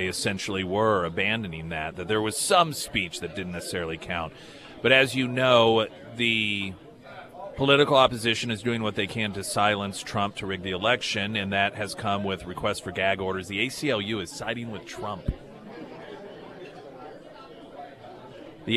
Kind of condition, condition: setting, busy venue